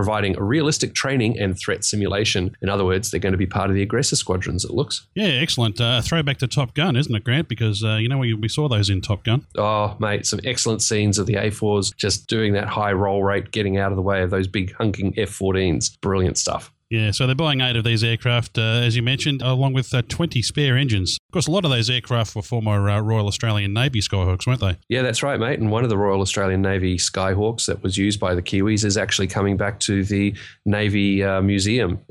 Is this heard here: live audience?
no